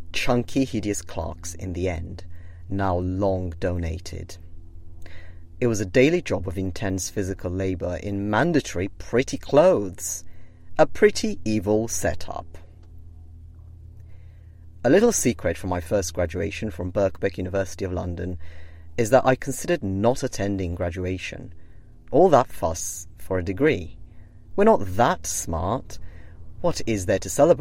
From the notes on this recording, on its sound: Live from a sweaty rental car on the first unofficial day of summer in Cambridge